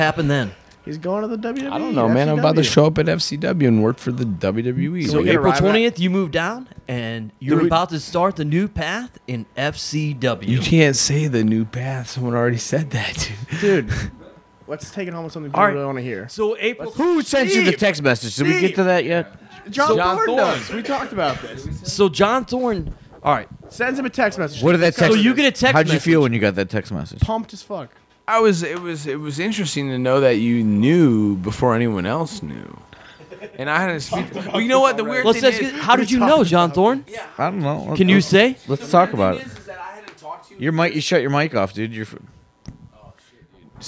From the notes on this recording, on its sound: Live from the after after party